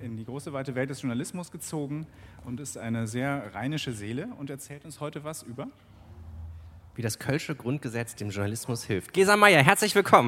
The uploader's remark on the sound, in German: Diese Aufzeichnung stammt vom 01.09.2018 im RP-Zelt beim Campfire-Festival in Düsseldorf.